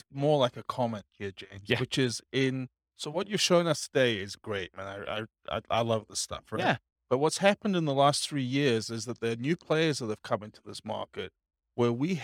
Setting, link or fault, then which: setting, live audience